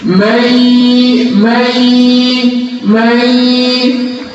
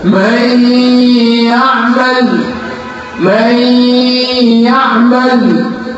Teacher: هدخل بقى من الميم على الياء على طول · Term: إضغام بغنة